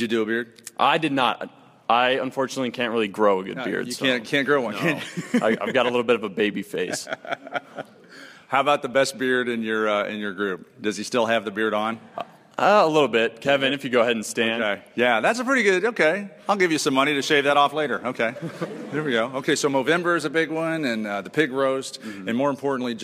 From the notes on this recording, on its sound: We begin this show with a live audience at Southern Illinois University in Carbondale